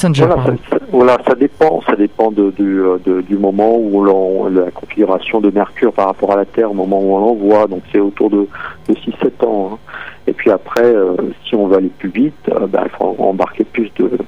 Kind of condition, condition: link, phone line